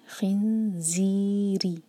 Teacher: وَلَحْ حَاكُ حَلَقْ سے لَحْمَ الْخِنْزِيرِ، خوا کے بعد جو نون ہے وہ دیکھیں ایمٹی ہے، یہاں پر ہم اخفا کریں گے، دو سیکنڈس کا ٹائم دیں گے، نون کی آواز کو چھپائیں گے اور زا کے لیے زبان تیار. تو جب ہم زا پڑھیں تو بزنگ ساؤنڈ کے ساتھ پڑھیں گے، خنزیری، ری ایک حرکہ اور باریک ہوگا.